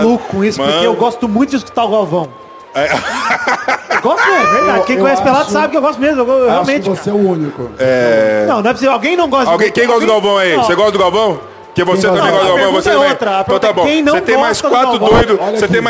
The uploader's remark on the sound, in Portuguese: o trecho que gravamos ao vivo do Espaço Creators na Comic-Con Experience de 2017